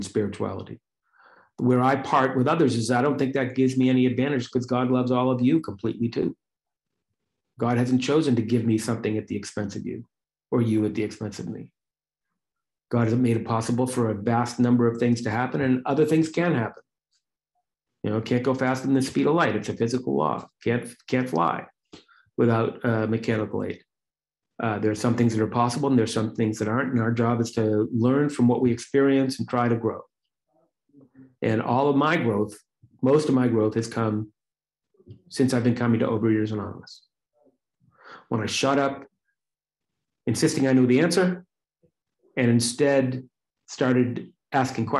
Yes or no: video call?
yes